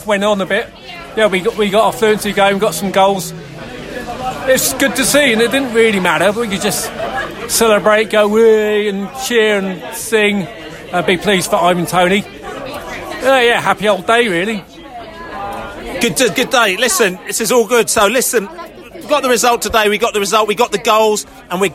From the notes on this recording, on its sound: Post-match podcast from the pub.